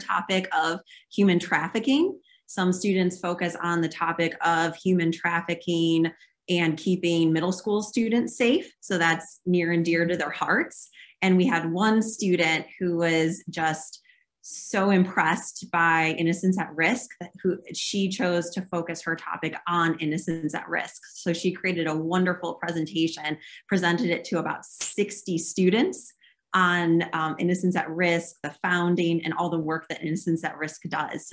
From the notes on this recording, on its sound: In a conversation recorded last month over Zoom.